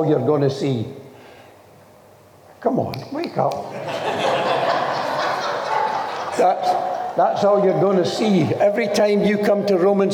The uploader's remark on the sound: This message was recorded during one of our Sunday morning gatherings.